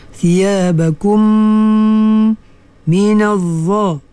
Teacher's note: mim mati bertemu dengan mim, hukumnya idgham mislain, dirapatkan bibir mulut